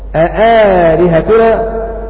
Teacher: قرئت بتحقيق الهمزة الثانية أآلهتنا للمشار إليهم بكلمة كوف وهم عاصم وحمزة والكسائي.